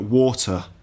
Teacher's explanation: Definitely a T sound in water. But the R sound at the end of water isn't pronounced, so it's not water like in the States, for example.